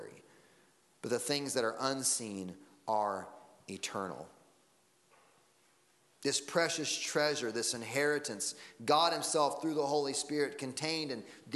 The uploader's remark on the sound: Sunday Morning Sermon Audio.